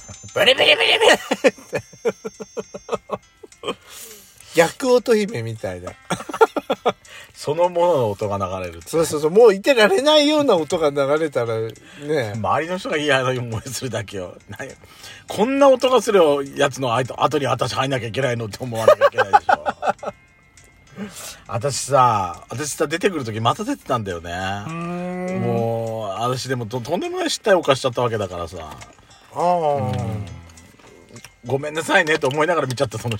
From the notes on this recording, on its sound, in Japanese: パーキング収録